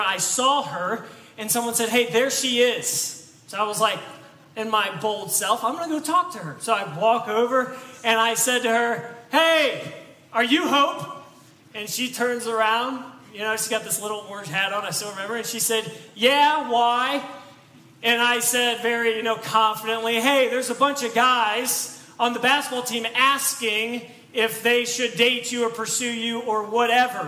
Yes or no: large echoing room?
yes